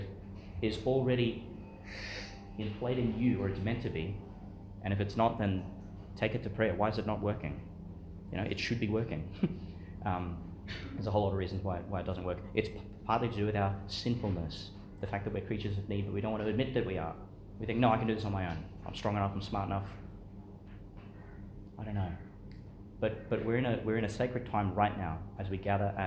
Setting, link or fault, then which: setting, large echoing room